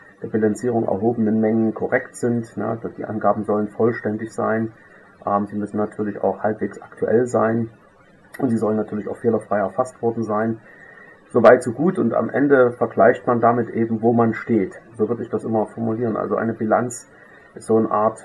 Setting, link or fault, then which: fault, poor sound quality